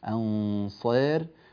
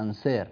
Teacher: وننبه إلى أن الصاد تعطى قدرها من التفخيم · Shown in: first take · وأن حروف الصاد والضاد والطاء والظاء المطبقة الأربعة لا تتأثر ب الكسر وتضعف، وإلا صارت سينا أنسار، هذا غير صحيح.